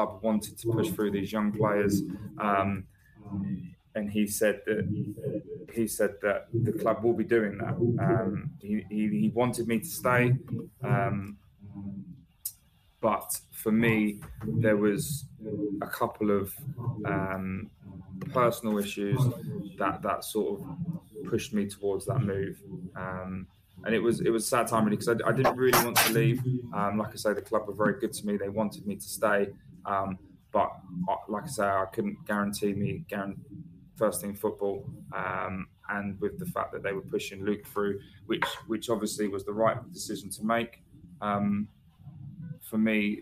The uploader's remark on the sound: This episode's audio is poor and not to our usual standards